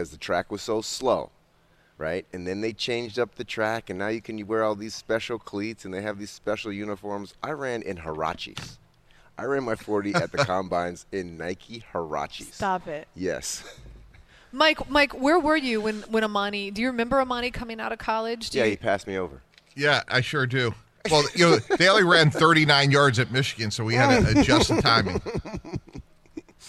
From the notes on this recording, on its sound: live from The Meadowlands Racetrack